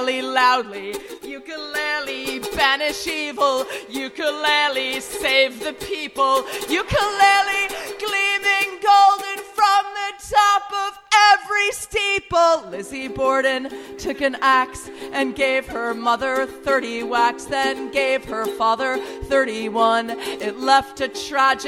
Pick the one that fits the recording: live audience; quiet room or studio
live audience